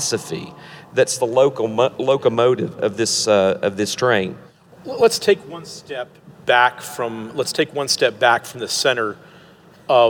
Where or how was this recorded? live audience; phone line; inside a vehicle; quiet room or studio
live audience